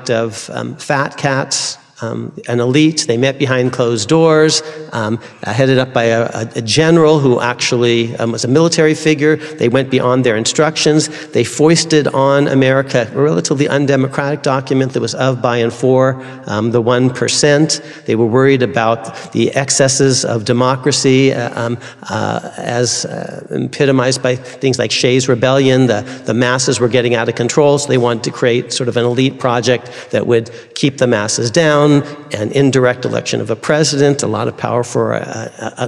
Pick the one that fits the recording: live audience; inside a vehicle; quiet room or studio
live audience